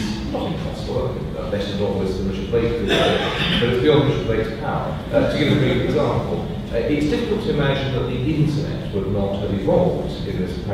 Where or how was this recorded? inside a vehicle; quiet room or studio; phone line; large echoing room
large echoing room